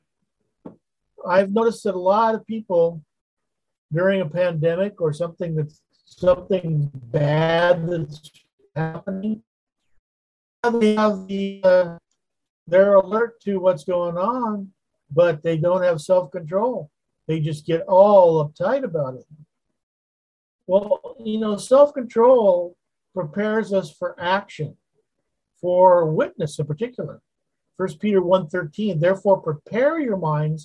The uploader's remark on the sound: Wednesday Zoom study